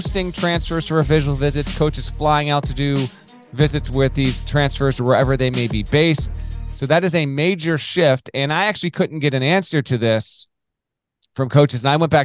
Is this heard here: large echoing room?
no